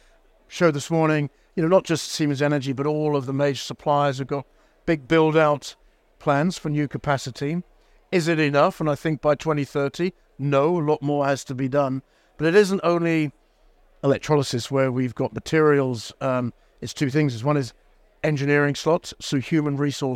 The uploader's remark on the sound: Recorded live at Offshore Europe 2023